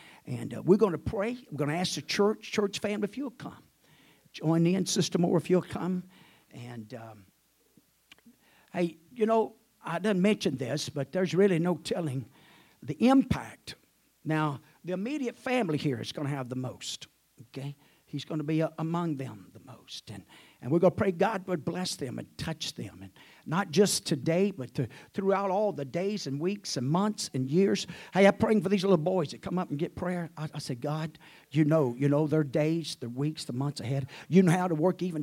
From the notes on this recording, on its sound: At the First Jesus Name Church of Benndale on the Sunday morning.